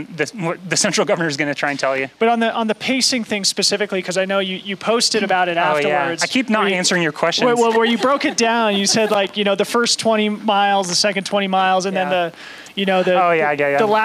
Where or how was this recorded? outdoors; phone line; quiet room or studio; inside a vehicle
outdoors